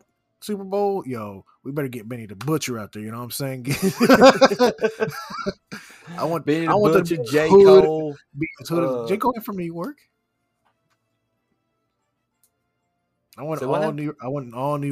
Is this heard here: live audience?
no